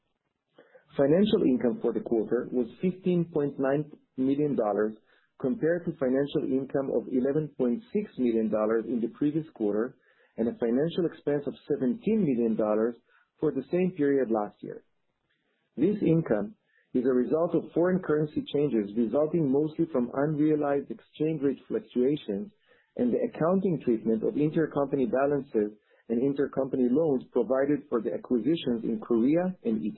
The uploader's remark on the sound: Q3 2020 Results Conference Call.